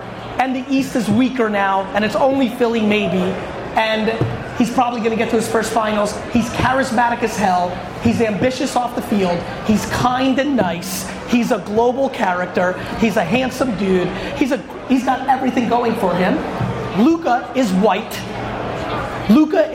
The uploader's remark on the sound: Today's episode is a sports card panel/Q&A I did in Chicago while I was at the National Sports Collectors Convention (NSCC).